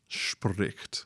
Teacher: that S on spricht becomes an SH